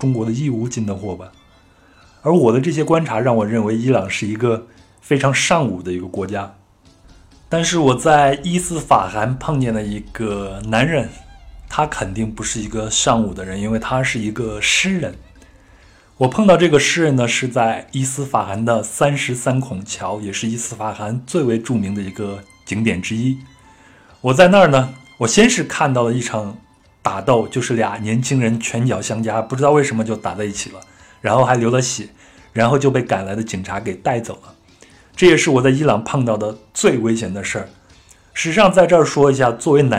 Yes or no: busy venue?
no